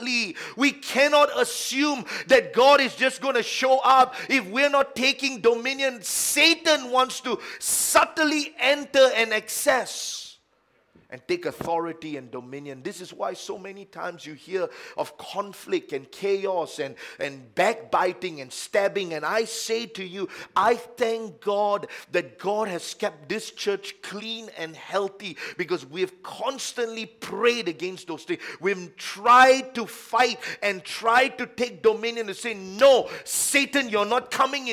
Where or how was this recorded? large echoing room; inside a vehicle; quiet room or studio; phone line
large echoing room